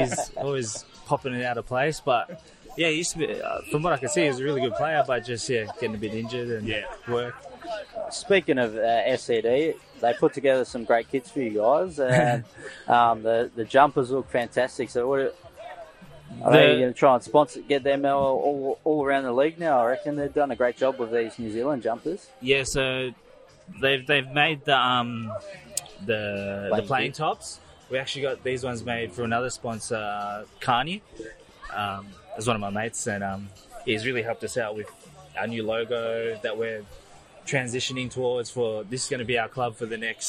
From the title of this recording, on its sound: On Location Live at Nations Footy Cup 2021